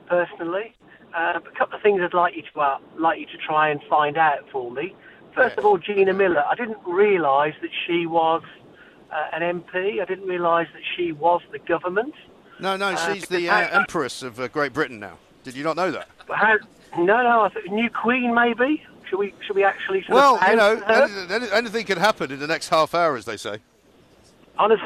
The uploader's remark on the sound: Parliament Resumes: Live from College Green.